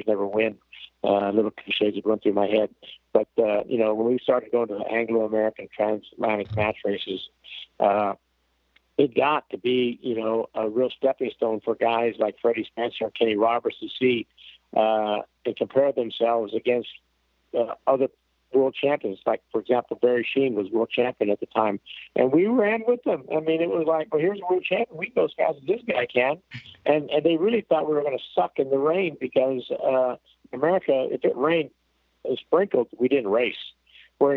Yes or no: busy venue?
no